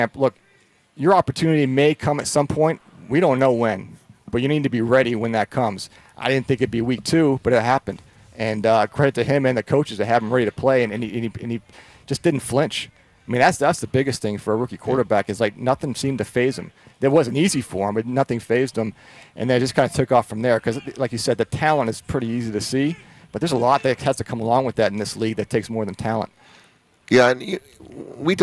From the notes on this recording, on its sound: Live from Chargers Training Camp. Live from Chargers Training Camp.